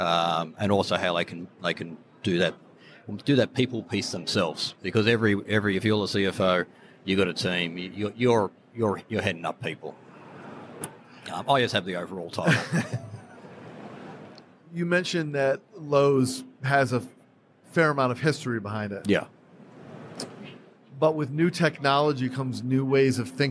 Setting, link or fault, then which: setting, busy venue